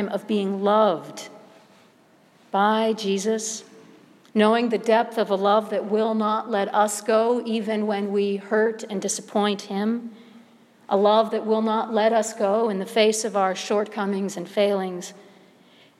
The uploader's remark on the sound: Sermon preached at All Saints Episcopal Church, Chevy Chase Maryland on the Second Sunday of Lent, 2016.